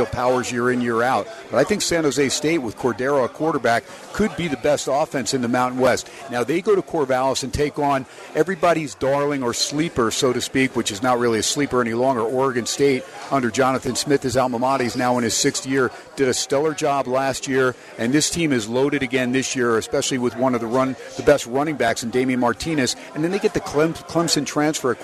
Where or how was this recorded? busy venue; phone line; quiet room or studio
busy venue